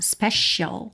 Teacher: principalmente essa letra C, que não soa C, e sim SH.